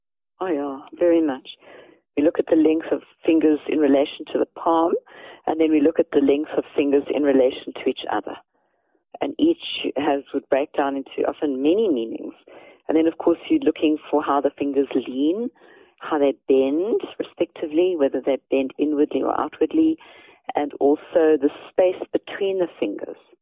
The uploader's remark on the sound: Eavesdrop on a telephone conversation